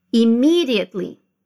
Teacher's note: Make sure you stress the second syllable